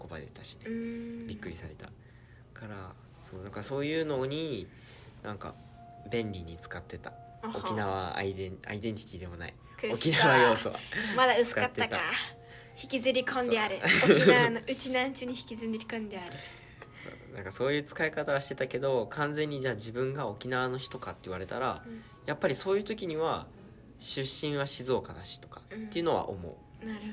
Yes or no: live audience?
no